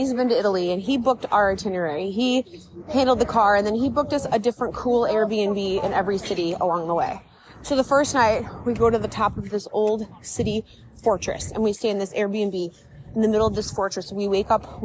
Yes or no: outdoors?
yes